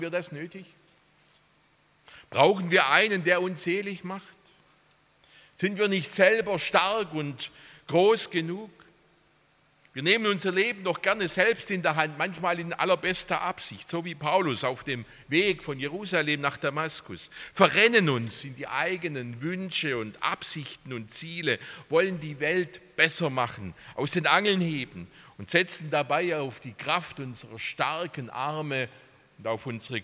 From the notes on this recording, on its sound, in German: aus dem Gottesdienst der Liebenzeller Mission